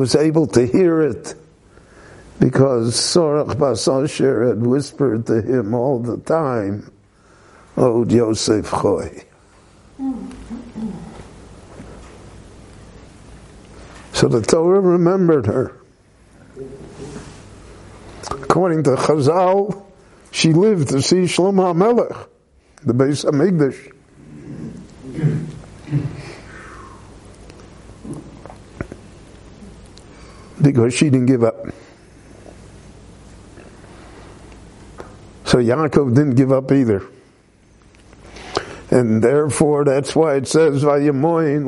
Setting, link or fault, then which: setting, live audience